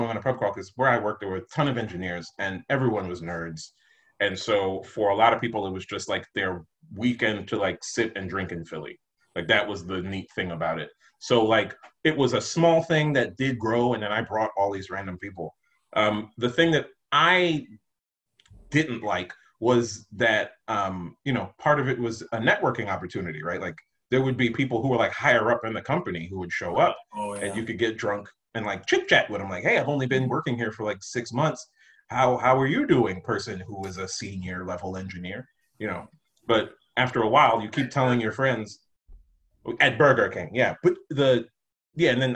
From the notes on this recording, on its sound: Two stories recorded for a live ZOOM Audience.